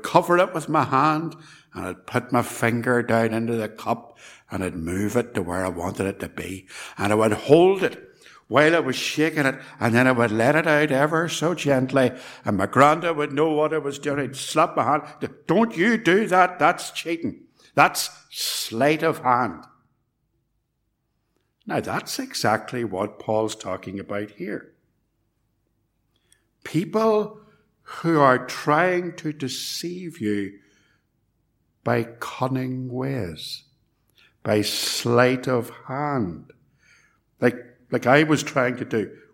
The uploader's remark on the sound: It was recorded at Templepatrick Reformed Church and is reproduced here with their kind permission.